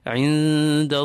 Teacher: Part of one statement, but you may stop in between. When you stop, obviously you give the ha in the name of Allah a temporary sukoon, and you're allowed to pull the lams even longer.